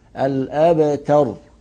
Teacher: والراء أيضا في آخر كلمة أبتر مفخمة لأنها سكنت من أجل الوقف وقبلها حرف مفتوح